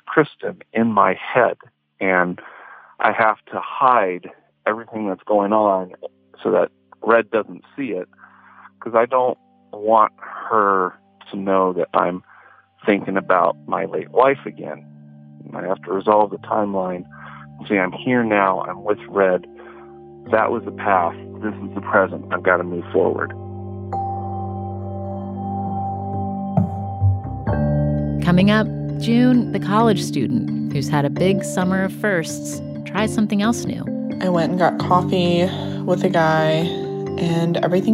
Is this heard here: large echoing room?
no